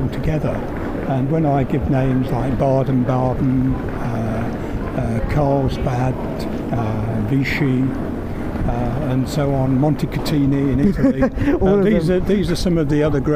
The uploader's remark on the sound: We walk around Bath as we explore what's beneath your feet, when you're standing outside The Roman Baths Museum.